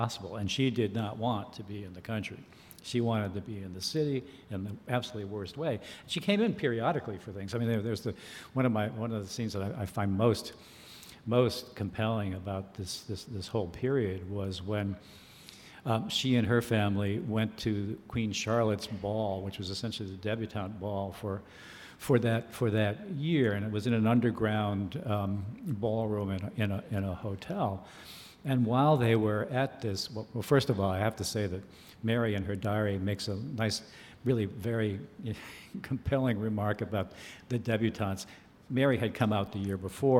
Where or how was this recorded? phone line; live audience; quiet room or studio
live audience